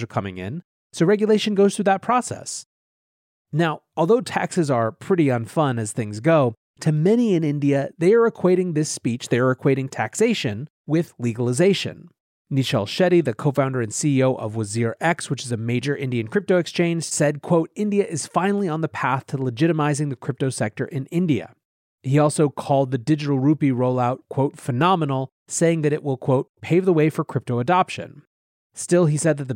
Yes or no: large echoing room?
no